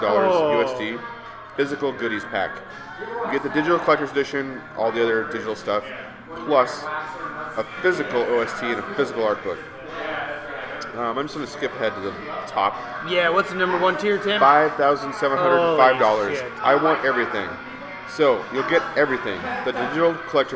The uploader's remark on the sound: we are live from another brewery